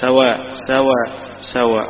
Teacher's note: لهم بخلف هشام إبدال الهمزة ألف